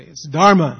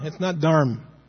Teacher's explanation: So you can't drop that last A. · Shown in: first take